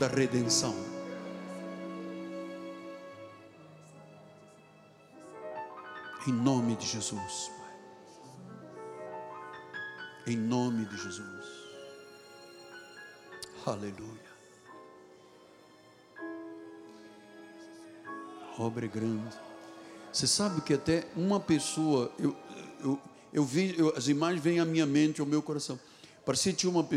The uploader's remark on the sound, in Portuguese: Culto gravado na Igreja Evangélica Cristo Vive.